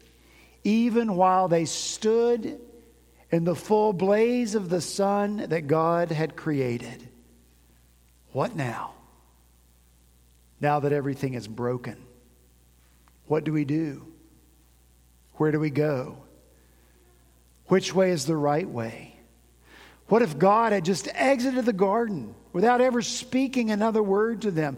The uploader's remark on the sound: At Redeemer Presbyterian Church in Charleston, SC